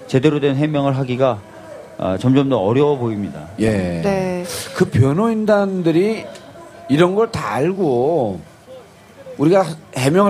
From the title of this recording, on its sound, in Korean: 광화문 공개방송